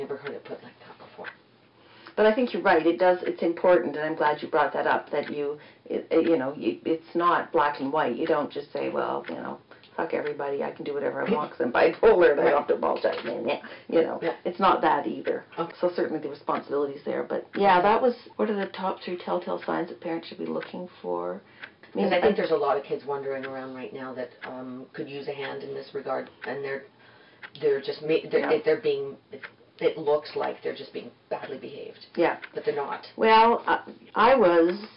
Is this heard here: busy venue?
no